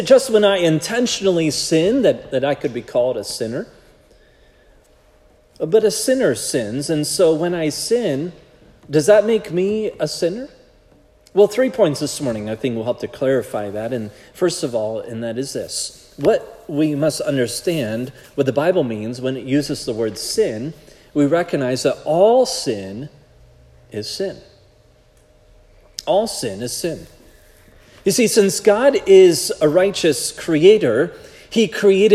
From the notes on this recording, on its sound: This sermon was preached at Providence Church on Sunday, February 11, 2024